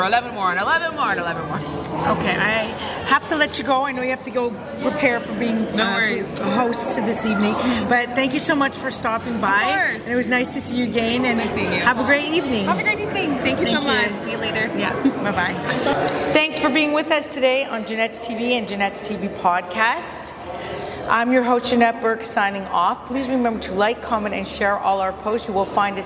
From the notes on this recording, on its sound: On the red carpet at the 2023 Vaughan International Film Festival’s Awards Gala.